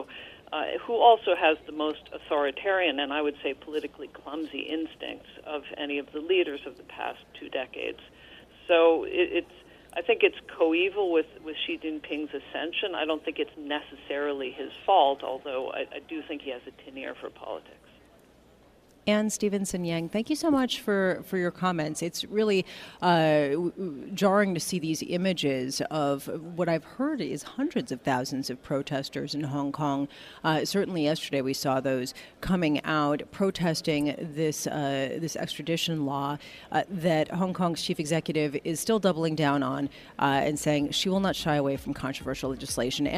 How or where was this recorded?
busy venue